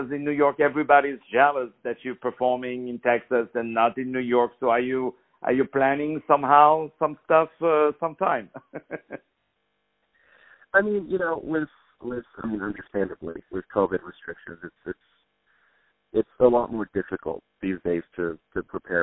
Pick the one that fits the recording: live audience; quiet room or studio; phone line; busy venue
phone line